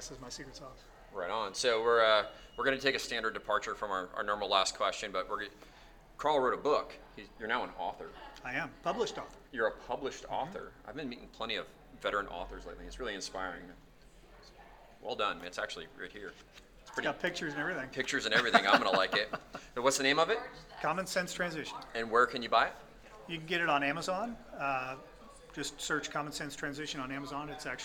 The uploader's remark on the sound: at the Military Influencer Conference